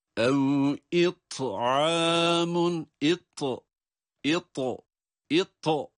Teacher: Ta'nın kalınlaşmış halidir. Ama kalkale yok. Halbuki it'u derken kalkale sıfatının gösterilmesi lazım ki ta harfi olduğu belli olsun.